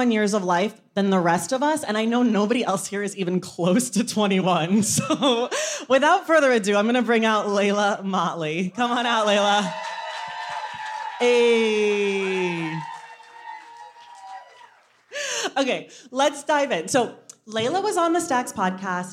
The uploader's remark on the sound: Unabridged: The Oakland Live Show. This Unabridged features audio from our first stop on The Stacks tour in Oakland. We also give audience book recommendations with a special guest. This is an edited version of the live show.